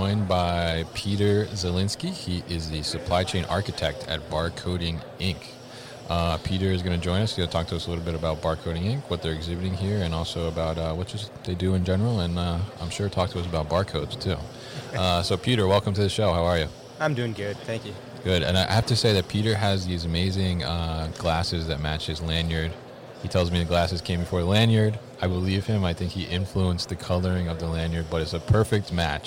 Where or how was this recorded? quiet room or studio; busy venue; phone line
busy venue